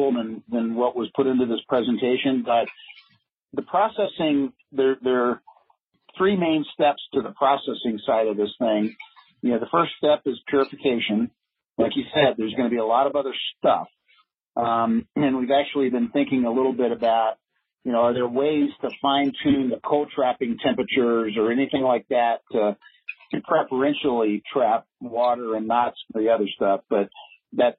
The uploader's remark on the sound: This talk was featured in the mid-June Future In-Space Operations weekly teleconference.